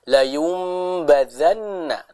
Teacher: di sana ada huruf nun yang bertasydid. Maka jangan terburu-buru, kita tahan dulu dua harakat.